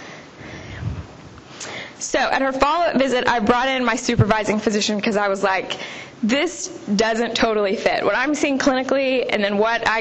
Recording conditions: live audience